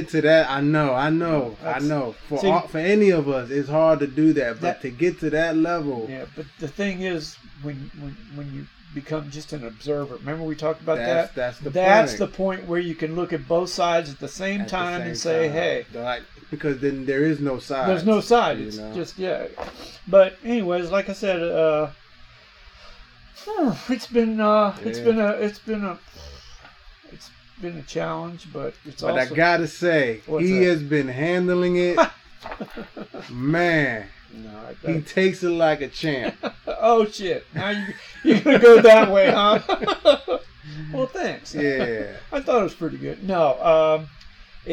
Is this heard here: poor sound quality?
yes